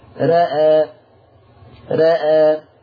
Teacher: قرأ ورش بتقليل الراء والهمزة